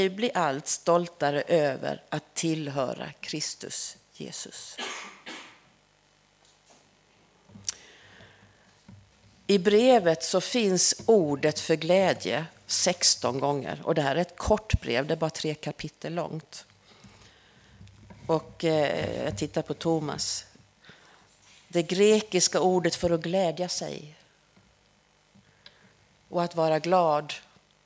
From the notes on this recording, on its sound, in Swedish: Inspelad under gudstjänst på Snäckan, Klintehamn.